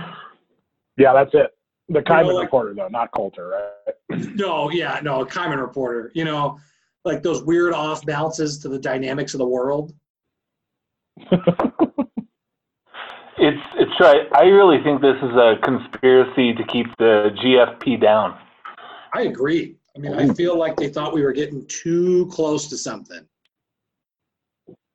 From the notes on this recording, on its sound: The guys are back together and properly socially distanced by way of a zoom conference call.